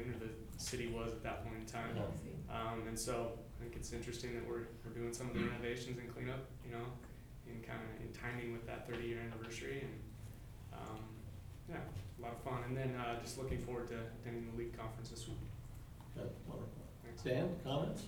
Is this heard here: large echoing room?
yes